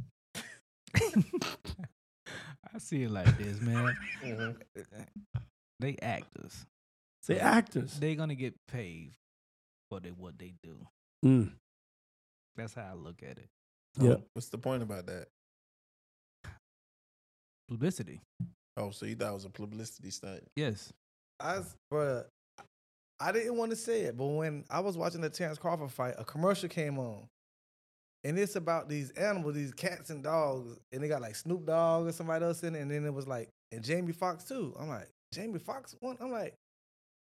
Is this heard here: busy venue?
no